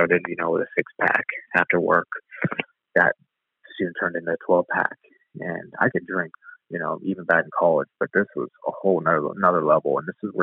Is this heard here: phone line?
yes